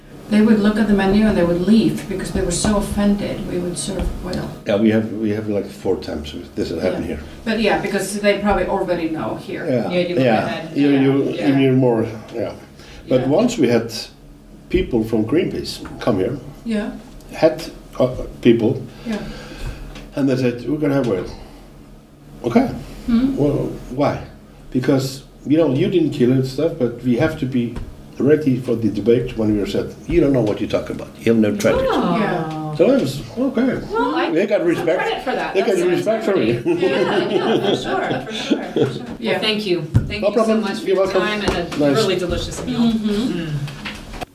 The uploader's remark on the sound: On location in one of Reykjavik’s most famous restaurants, þrír Frakkar.